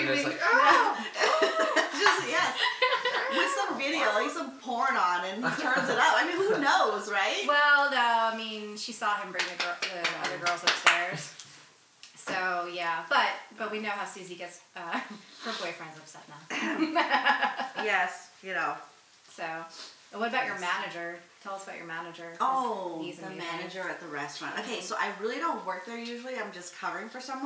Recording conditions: poor sound quality